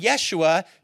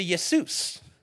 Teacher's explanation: you lost the sh sound and you lost the h sound and you added kind of the s